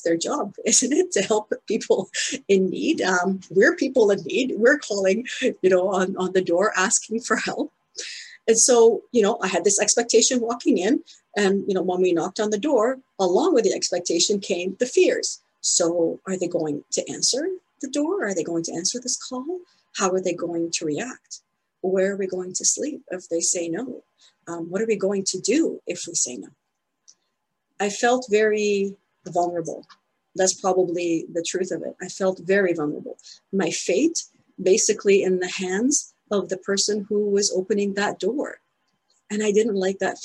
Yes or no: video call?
yes